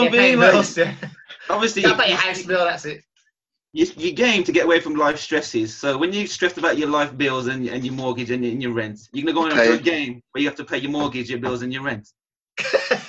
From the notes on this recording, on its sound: Sorry for the audio.